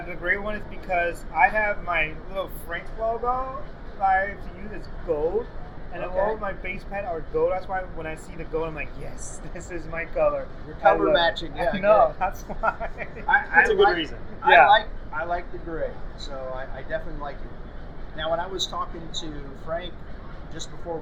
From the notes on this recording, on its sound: SHOT Show 2022. Unfortunately, there was no ceiling to this space. There was a lot of "crowd noise" from SHOT Show attendees.